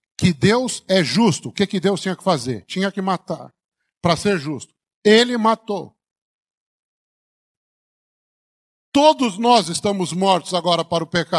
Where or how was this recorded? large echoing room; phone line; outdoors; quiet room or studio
large echoing room